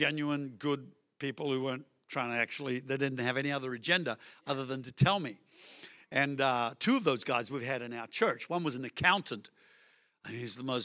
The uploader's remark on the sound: Melbourne East. Recorded during our 9am service on Sunday, the 10th of September 2023.